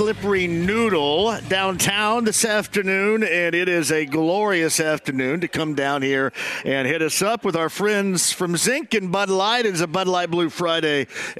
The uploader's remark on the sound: Live From The Slippery Noodle